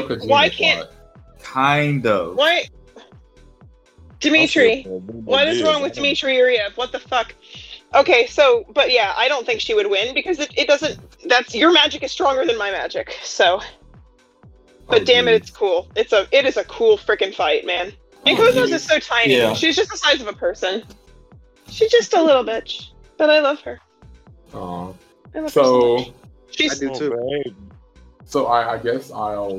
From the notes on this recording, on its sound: Sorry for the late upload and microphone issues!